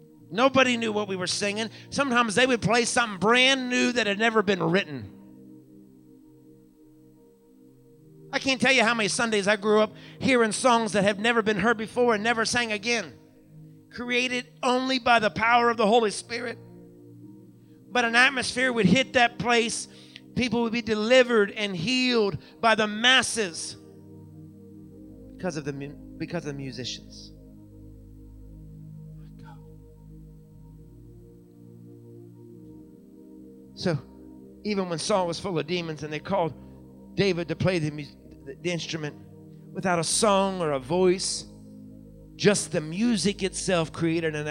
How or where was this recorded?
large echoing room